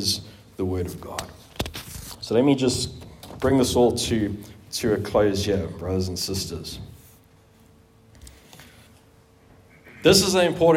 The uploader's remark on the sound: At the 2023 annual conference for the Theological Education Association of Southern Africa in Pretoria, South Africa.